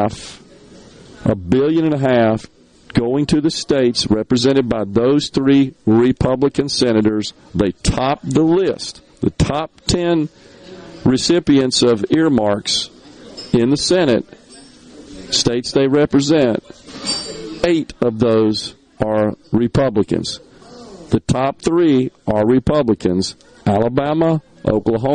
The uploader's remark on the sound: MidDays is LIVE from Carter Jewelers on High Street in Downtown Jackson as folks get their last minute Christmas shopping done